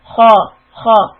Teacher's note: Kha is a heavy sound. You raise the back of the tongue.